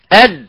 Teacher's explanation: حرف شديد أي أنه ينحبس معه الصوت هنا أد. كذلك كذلك عند عند عندما نقول يعني الدال الدال أد أد هنا نحبس يعني الصوت.